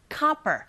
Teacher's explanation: O이지만 O 자체의 철자에 강세가 가게 되면 O가 아닌 아 소리로 발음하게 되죠.